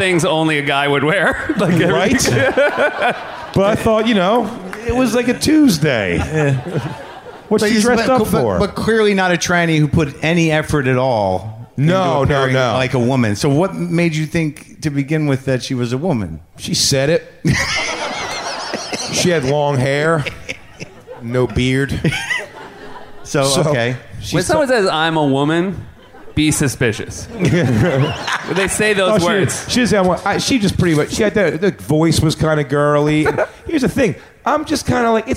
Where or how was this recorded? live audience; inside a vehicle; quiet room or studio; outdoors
live audience